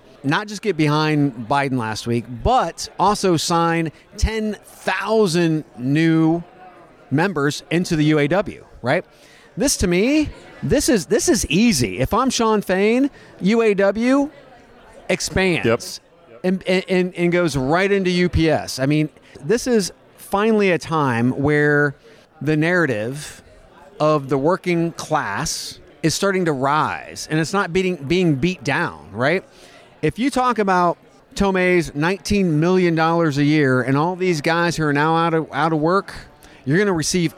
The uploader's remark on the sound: The boys are live from TA Week in the Qualifi booth dropping more commentary from the world of work.